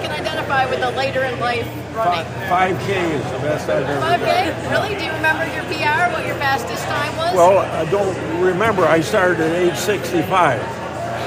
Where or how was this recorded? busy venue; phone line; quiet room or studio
busy venue